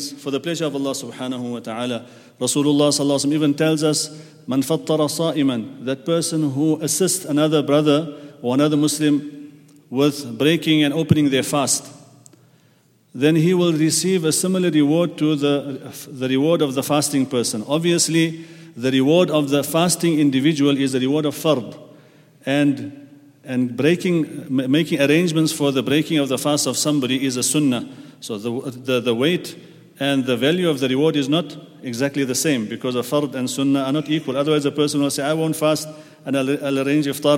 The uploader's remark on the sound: at the Houghton Masjid (West Street)